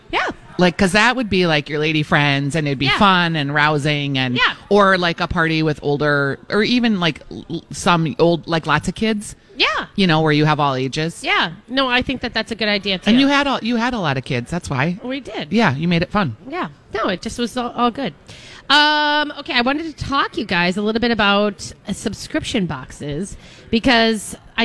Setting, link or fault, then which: setting, busy venue